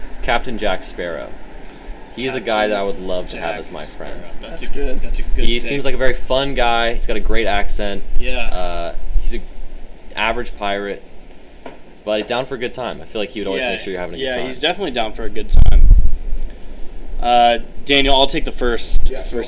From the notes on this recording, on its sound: Sorry about the wind throughout it was windy outside